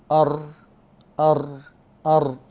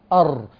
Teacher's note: إنما الراء اصطدمت الطرف نفسه استخدم لكن جهة الظهر لأعلى، واصطدم بلثة الثنايا العليا